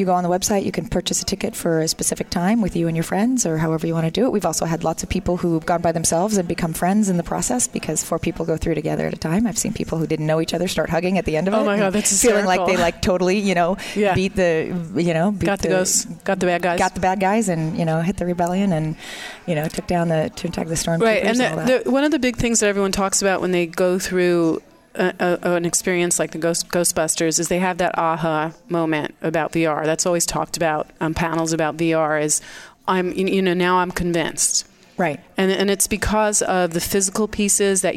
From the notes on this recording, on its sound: our broadcasts from the Spring Digital Hollywood event with special guests and hosts on site in LA